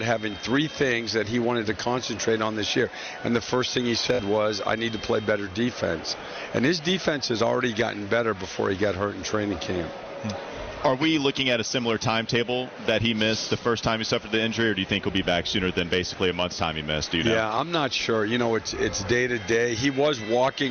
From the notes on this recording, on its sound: live from Spectrum Center during today's cornucopia event